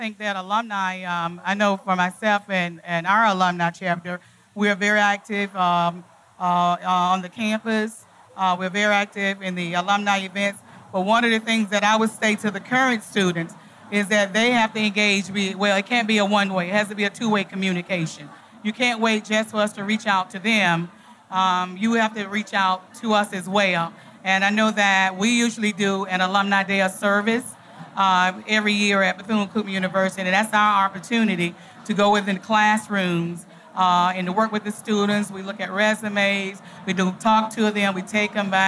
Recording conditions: busy venue